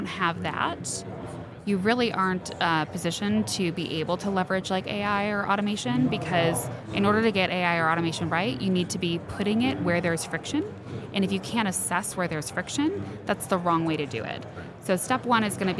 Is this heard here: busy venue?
yes